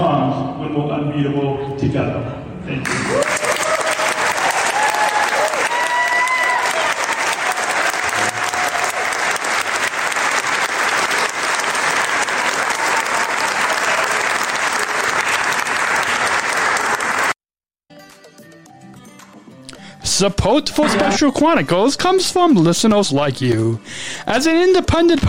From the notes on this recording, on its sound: Speaks at a Coca-Cola Luncheon, Recorded From Berlin, Germany.